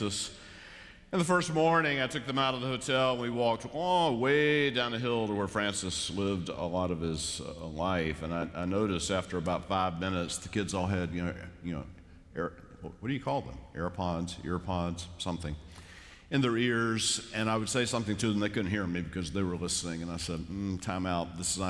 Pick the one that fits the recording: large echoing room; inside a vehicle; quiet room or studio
large echoing room